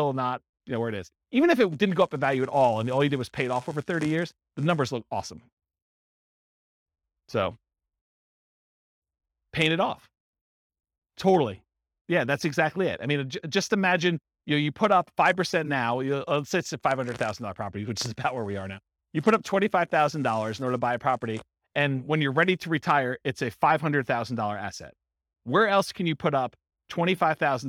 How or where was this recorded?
live audience